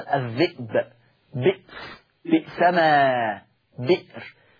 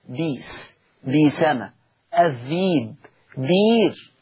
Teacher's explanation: إن الألفاظ دي كلها اتحدت، إن كلها أبدلت ياء · Shown in: second take